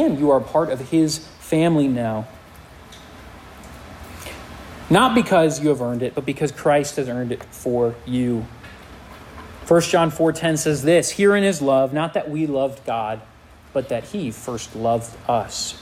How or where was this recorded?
live audience